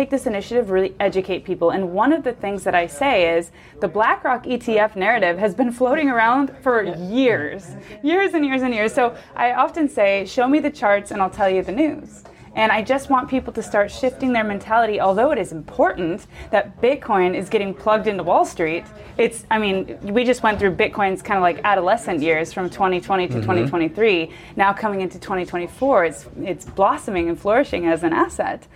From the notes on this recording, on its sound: This episode was recorded at Web Summit in Media Village on November 14, 2023.